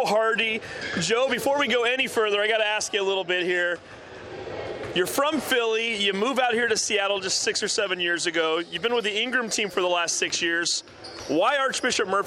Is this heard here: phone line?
no